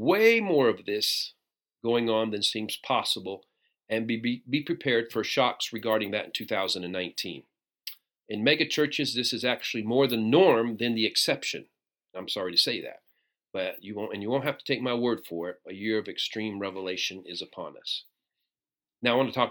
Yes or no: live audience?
no